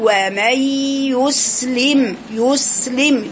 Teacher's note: بضم الياء ثم يرجع بشفتيه بالسين ثم يكسر اللام كسر يحقق الكسرة في اللام مش يسلم لم لي لي لي لي يسلم ثم يرجع مرة ثانية الميم ساكنة ما فيش في الشفايف حركة.